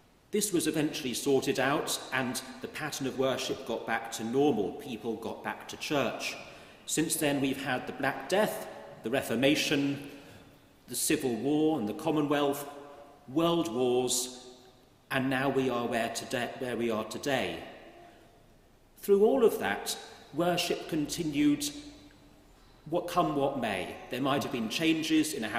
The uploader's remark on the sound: At Great St Mary's, the University Church, Cambridge.